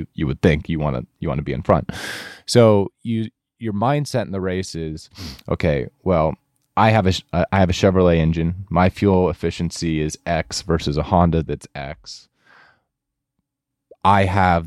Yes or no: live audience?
no